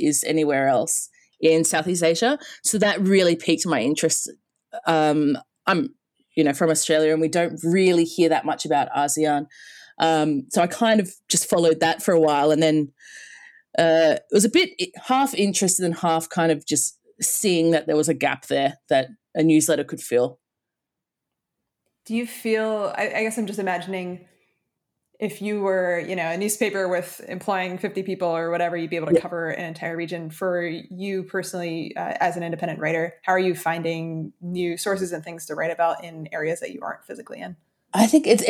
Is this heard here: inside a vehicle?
no